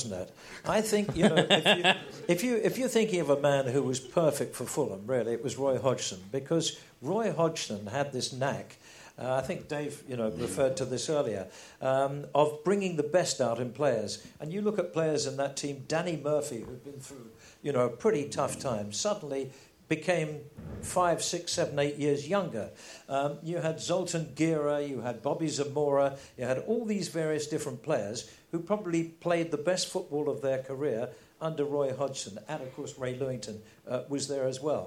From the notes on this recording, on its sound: This show was recorded at St James Theatre, Studio and originally broadcast on TalkSPORT, the world's biggest sports radio station.